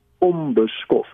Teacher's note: klank die n klank word ook met albei lippe uh, uitgespreek dis ook 'n bilabiale klank so is makliker om van die m na die b te gaan en daarom sê ons onbeskof